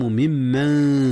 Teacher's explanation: ممن، إدغام متماثلين هنا يا أستاذنا. ممن أصله من من، أدغم النون في الميم